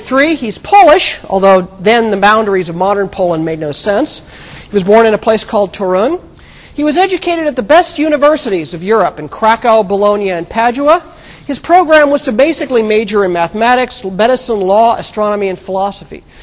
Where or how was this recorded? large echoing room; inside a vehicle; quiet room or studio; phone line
large echoing room